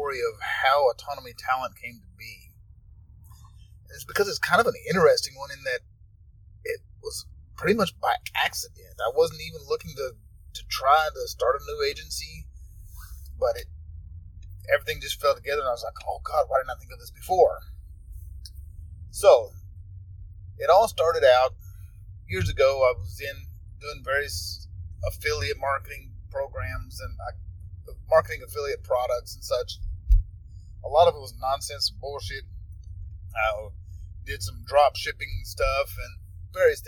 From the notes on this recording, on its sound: it was, in fact, recorded in the car